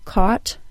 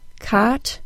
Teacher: differentiate between the A-W sound, aw, and the short O sound, ah